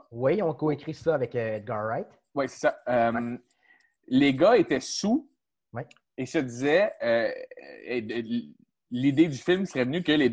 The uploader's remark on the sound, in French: La classe a eu lieue sur Zoom, en vidéoconférence.